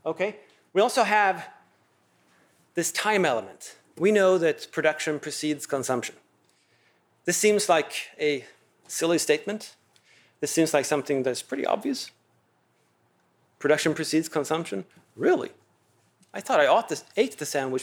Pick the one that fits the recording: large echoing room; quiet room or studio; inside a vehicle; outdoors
large echoing room